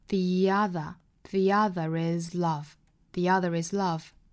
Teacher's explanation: nature, the other,连读 the other is love.最后的三个单词有两处连读 the other is love. The 这个词呢元音从 a 变换成 e,因为后面是元音因素打头了，这里面需要变音，并且变音之后呢有一个加 e 的情况 the other is love, the other is love.这里呢其实我想把其中一个单词拿出来给大家单独讲一下，就是 force 这个词